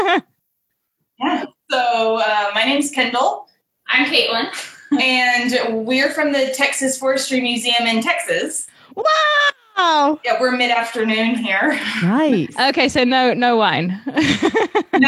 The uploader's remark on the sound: We kick off season ten with a Zoom get-together!